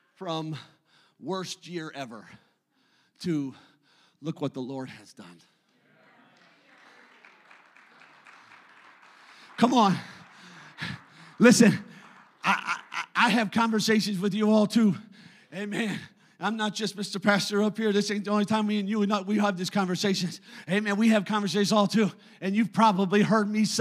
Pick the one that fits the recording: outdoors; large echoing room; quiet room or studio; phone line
large echoing room